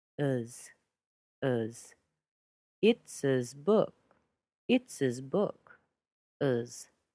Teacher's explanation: we take out that H, we're going to make the short I into a schwa, and we get us, us.